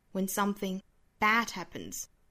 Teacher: when 这个词我们要做弱读